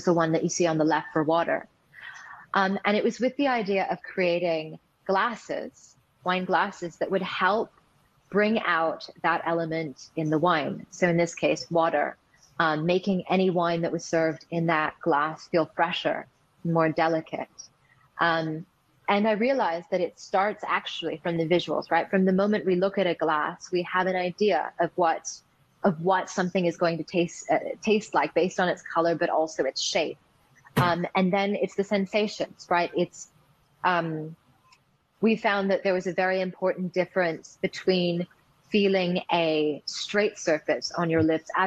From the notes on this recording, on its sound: These sessions were recorded through Swapcard at the Wine2Wine 2021 Business Forum and are being replayed here on the Italian Wine Podcast! Wine2Wine is an international wine business forum, and has been held annually in Verona, Italy since 2014.